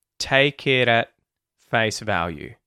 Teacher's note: Remember the schwa in at, and the T at the end of at gets muted.